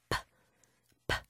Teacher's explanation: 이 알파벳 글자 P는요, 소리가 P, P, 바람 소리예요. 입술 두 개가, 윗입술, 아랫입술이 붙었다가 딱 떨어질 때 바람이 탁 튀어나오는 소리예요. P, P. 그래서 우리 친구들 얇은 종이를 입 앞에 대고 P라고 하면 종이가 살짝 흔들려야지 제대로 된 P 소리를 내고 있는 겁니다.